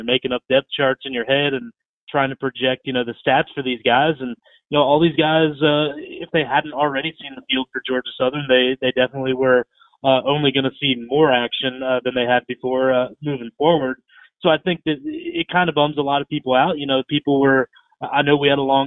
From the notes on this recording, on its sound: joined over the phone